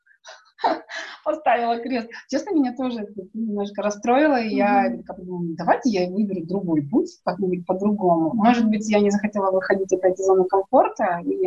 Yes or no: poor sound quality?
yes